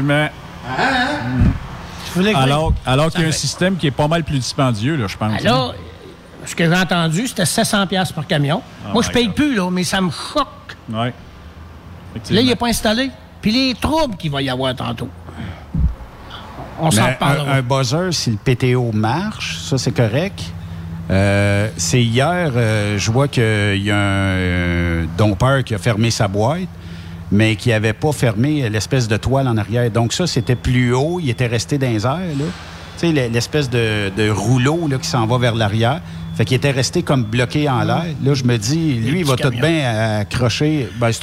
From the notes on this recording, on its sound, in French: En direct du Truck Stop Petit St-Hélène de Bagot.